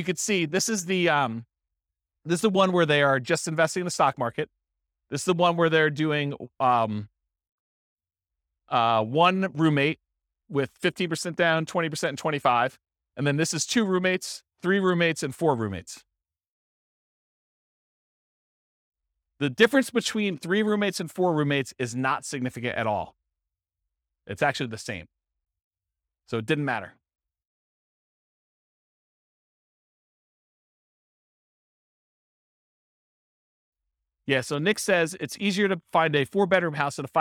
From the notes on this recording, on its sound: This was a live class recorded